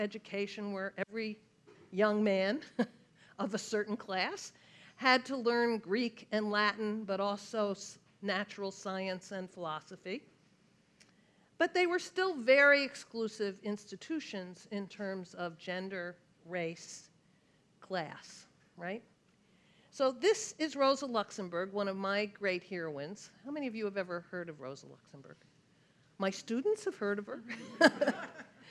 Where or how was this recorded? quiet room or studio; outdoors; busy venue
busy venue